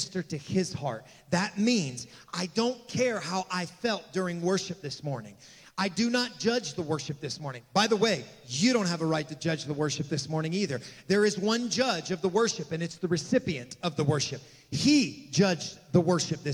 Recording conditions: large echoing room